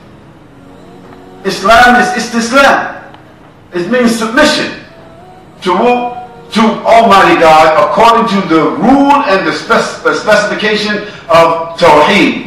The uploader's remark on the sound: Lecture At Scheldemond College